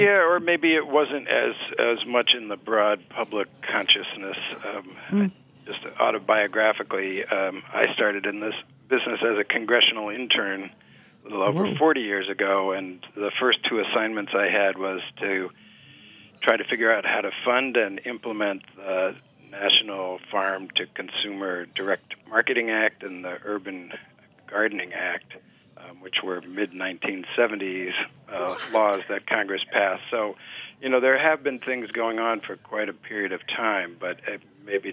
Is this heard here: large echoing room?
no